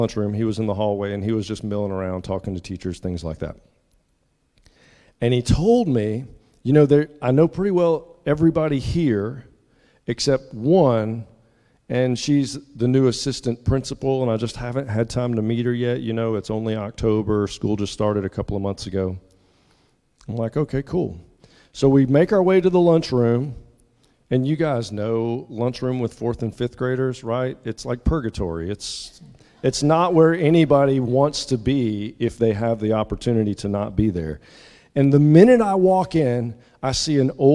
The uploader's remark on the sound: at the 8:30 contemporary service at Restore